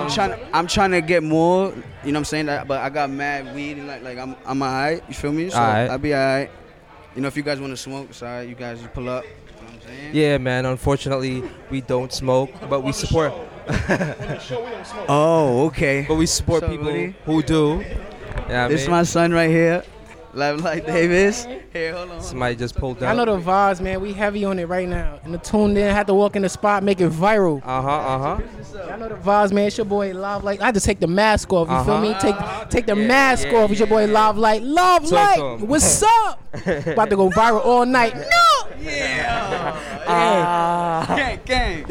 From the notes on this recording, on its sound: A live show from Nyc Lab Rats " Spaced Out" Event.